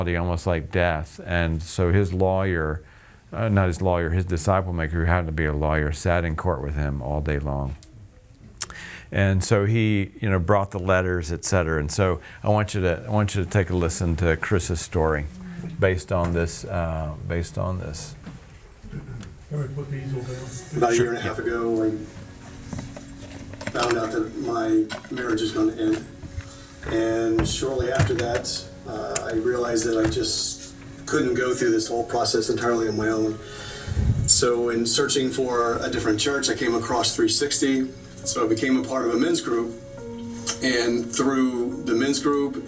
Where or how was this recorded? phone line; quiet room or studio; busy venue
busy venue